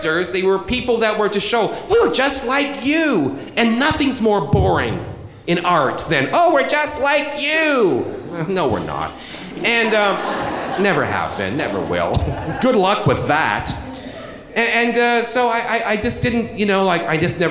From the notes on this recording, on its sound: live at SF Sketchfest